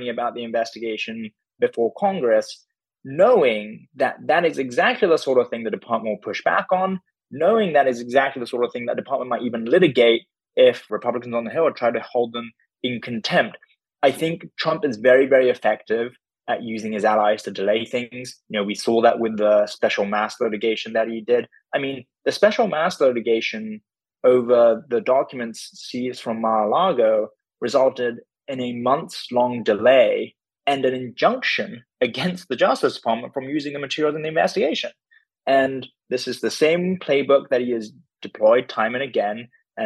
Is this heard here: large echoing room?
no